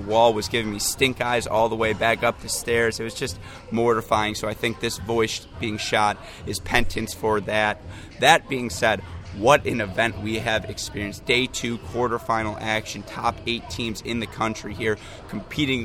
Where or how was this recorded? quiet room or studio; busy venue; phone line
busy venue